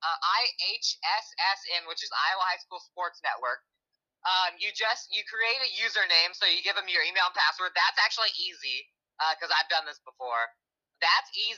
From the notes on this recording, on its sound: call in from the road